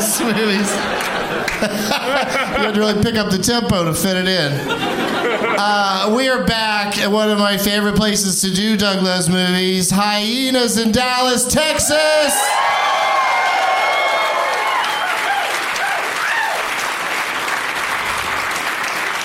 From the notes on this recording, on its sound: Live from Hyena's Comedy Club in Dallas